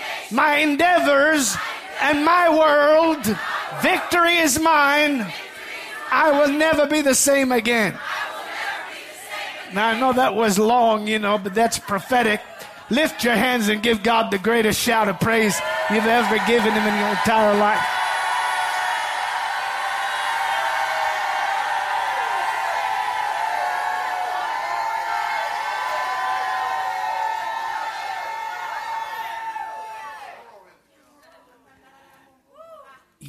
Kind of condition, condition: setting, large echoing room